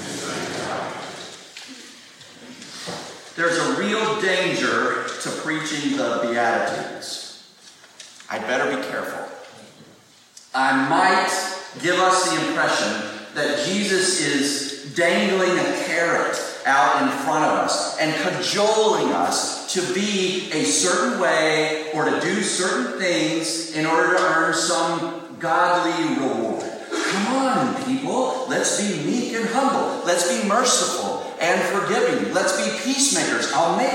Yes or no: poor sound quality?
yes